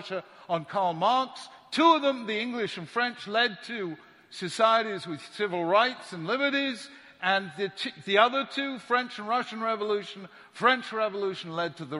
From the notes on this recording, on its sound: The following shiur was recorded at Yeshiva University on 26th March 2017